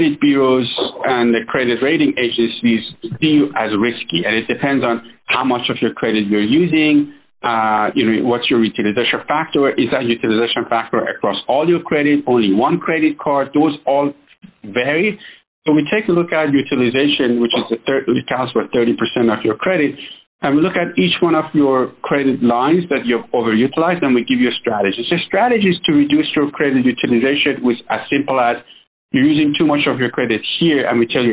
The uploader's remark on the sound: This is an excerpt from that phone interview.